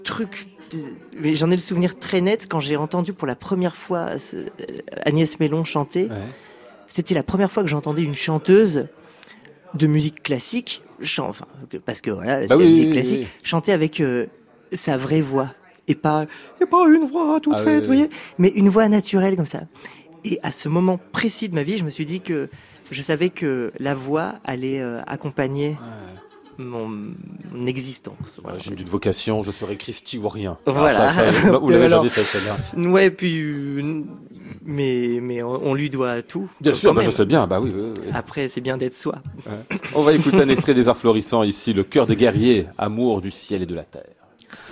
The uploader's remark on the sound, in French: Une émission en direct et en public depuis l'Hôtel Bedford à Paris.